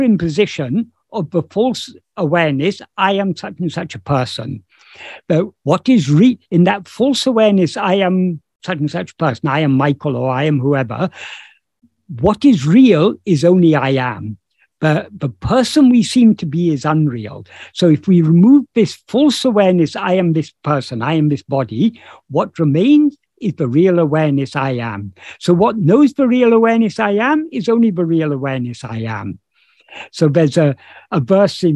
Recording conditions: video call